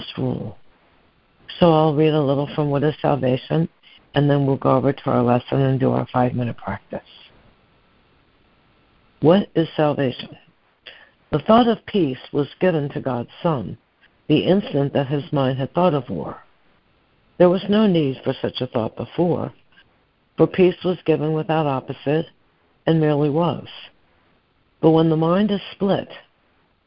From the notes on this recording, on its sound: ACIM Daily Conference Call